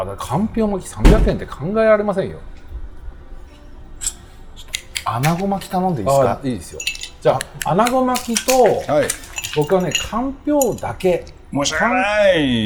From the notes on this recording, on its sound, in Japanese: 収録終わりにサバナチームで寄った高田馬場駅と落合駅のちょうど間にある 【すし坊主】 。あまりにも素敵なお店だったので、その良さをみなさまに伝えるべく急遽マイクをオンにし収録スタート！